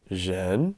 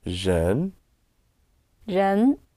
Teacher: Point your blue finger up. A rising tone, you go up into the wild blue yonder, the blue sky.